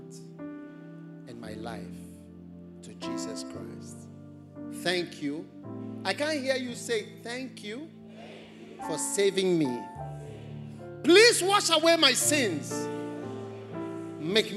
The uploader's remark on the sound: Preached at the First Love Experience Service.